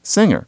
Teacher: singer, with the engma in the middle, not just an N and a G, because you have to have a system that indicates why we say singer, but finger.